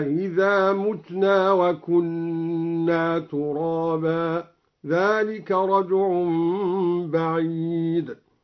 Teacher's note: سهل الدوري الهمزة الثانية مع إدخال ألف بينها وبين الأولى، وضم الميم من متنا